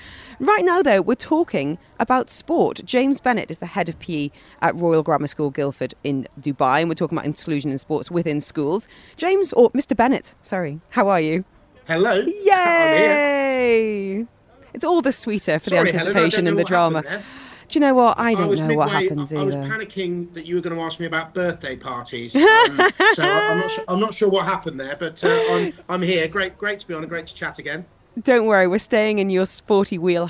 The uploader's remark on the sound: Joining us Live at Dubai Duty Free Tennis